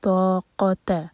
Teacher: تا ہیوی قاف ہیوی لیکن تا کو لائٹ رکھنا ہے